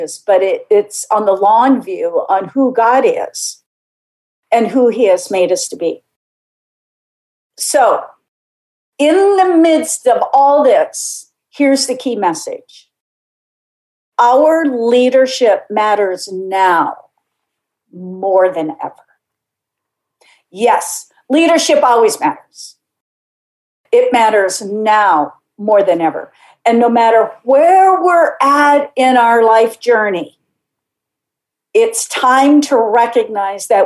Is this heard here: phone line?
no